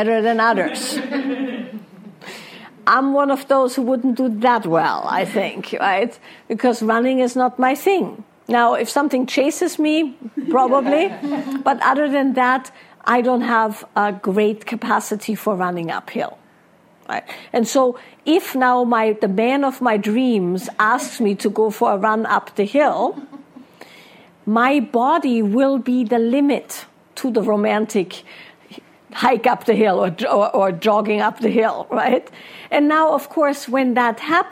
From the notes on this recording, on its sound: a live Q&A from a recent Wild Woman's Way event in Ojai, California